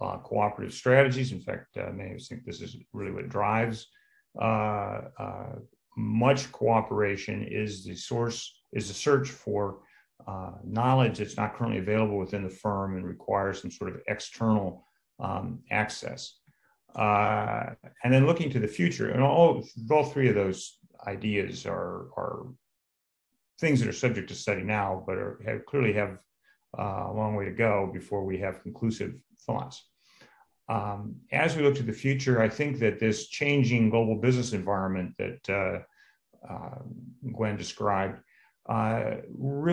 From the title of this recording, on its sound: STR Virtual Symposium